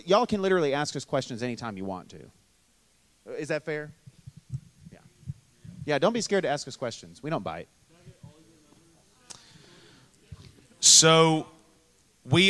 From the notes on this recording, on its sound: Q&A Panel from D-Now 2022